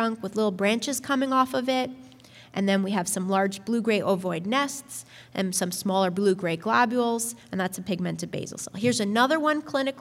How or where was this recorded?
live audience